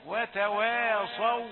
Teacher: ما هي الصاد مفخمة والواو مرققة، مش هتقول صو، لا، وتواصوا، تعود تاني للترقيق، وتواصوا.